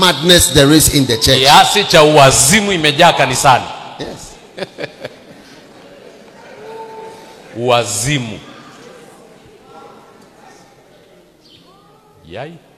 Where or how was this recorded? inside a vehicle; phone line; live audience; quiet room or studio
live audience